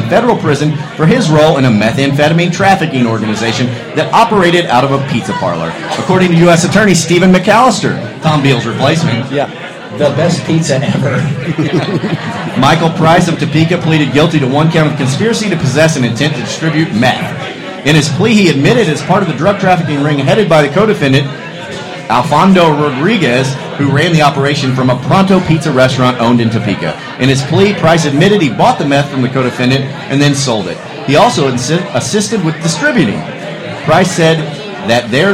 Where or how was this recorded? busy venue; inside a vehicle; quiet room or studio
busy venue